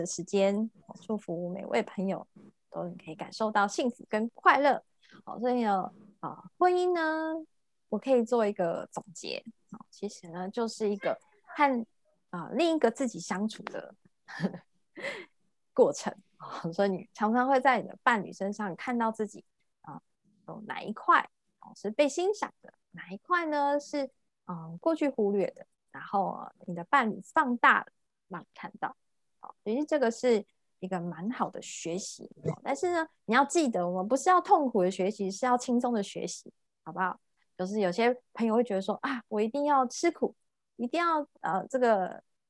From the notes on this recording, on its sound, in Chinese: 聊聊好心芹ZOOM線上公益講座。